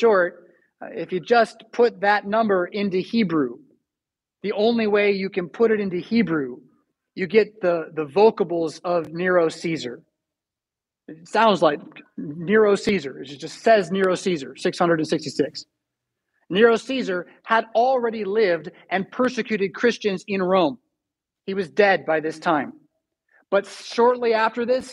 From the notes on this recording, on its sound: Preached at St Paul Lutheran Church , Rockford, Illinois on April 10, 2022.